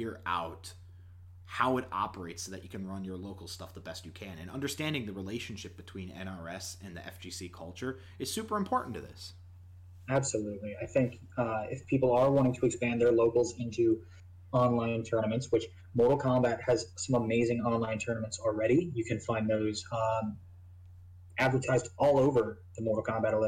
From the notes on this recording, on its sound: Disclaimer: This podcast was recorded in the midst of the COVID-19 pandemic, audio issues may be prevalent throughout.